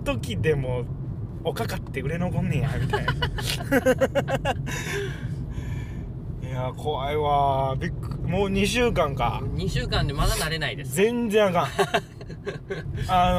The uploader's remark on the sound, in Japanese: 撮って出しのおまけ配信。ぐちゃラジの車窓から。